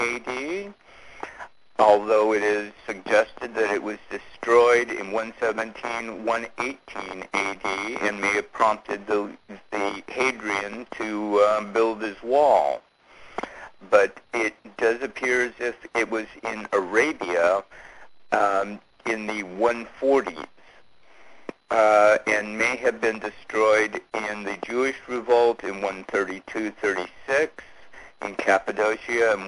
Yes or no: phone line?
yes